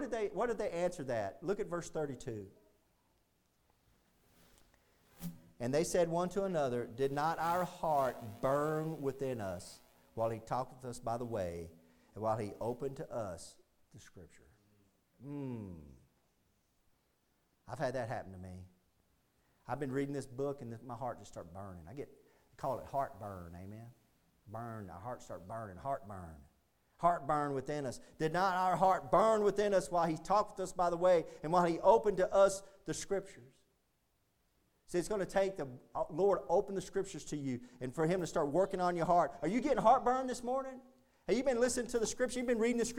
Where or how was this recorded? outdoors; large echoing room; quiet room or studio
large echoing room